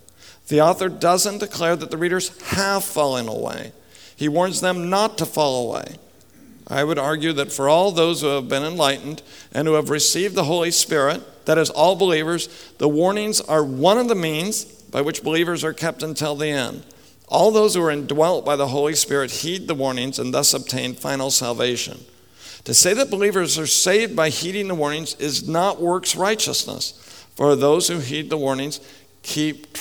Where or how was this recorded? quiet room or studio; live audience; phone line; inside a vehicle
live audience